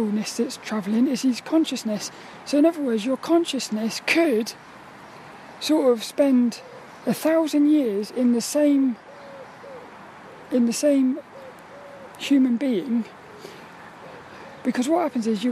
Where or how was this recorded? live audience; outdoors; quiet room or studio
outdoors